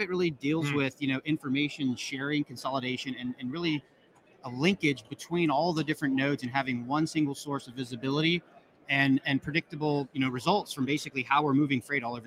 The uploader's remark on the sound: Live from Manifest The Future of Logistics Conference In Las Vegas